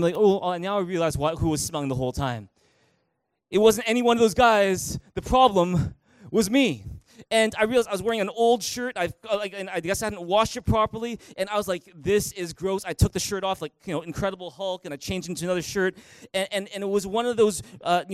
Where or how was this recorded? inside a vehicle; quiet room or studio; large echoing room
large echoing room